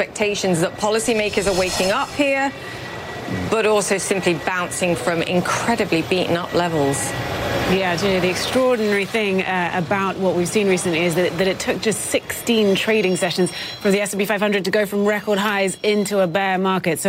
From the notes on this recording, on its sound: live from the New York Stock Exchange